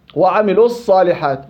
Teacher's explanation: حذف الواو وانتقل من اللام المضمومة إلى الصاد. إذا التقى ساكنان حذف الأول في كلمتين.